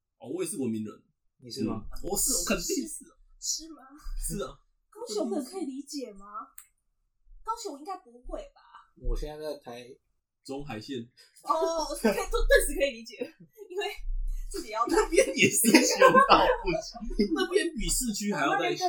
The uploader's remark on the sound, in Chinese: 其實這是第一次錄音的檔案辣!!!音質請大家多多包涵。